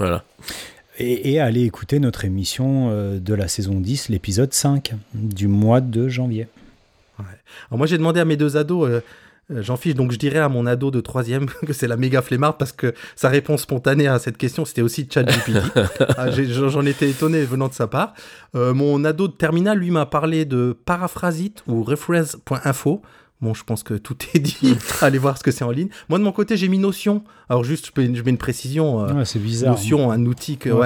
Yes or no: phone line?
no